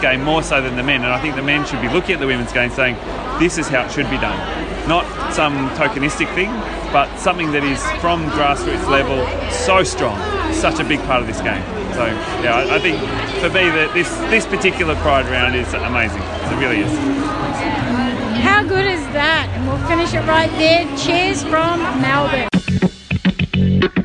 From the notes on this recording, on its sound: We hear voices in the crowd: AFLW fans at the Bulldogs/Carlton match tell us what Pride Round means to them.